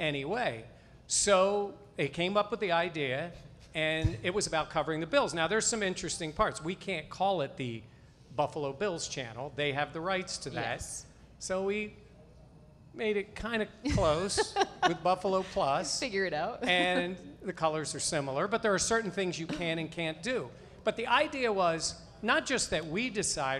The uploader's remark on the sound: live event at Three Heads Brewing in Riochester